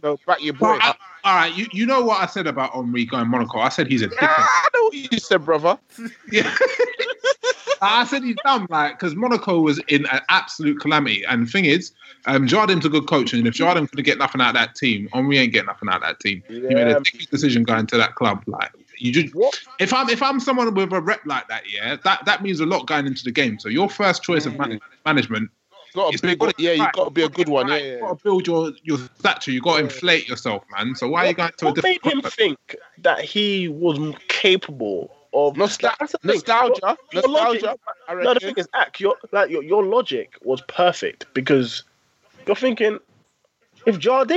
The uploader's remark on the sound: Apologies for the poorer than usual sound quality, as we record via Skype, we will be back in the studio on Sunday.